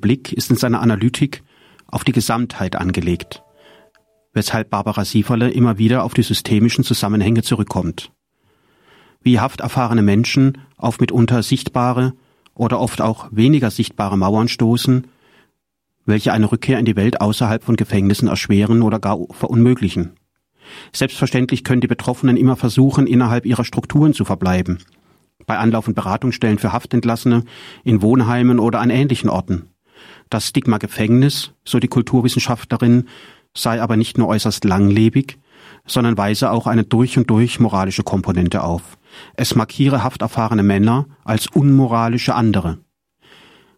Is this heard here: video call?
no